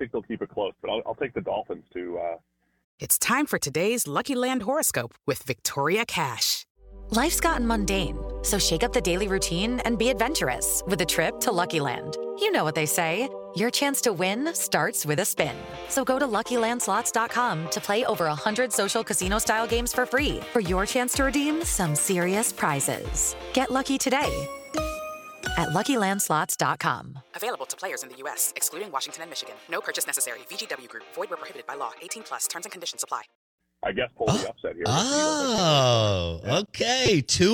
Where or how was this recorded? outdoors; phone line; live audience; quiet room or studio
phone line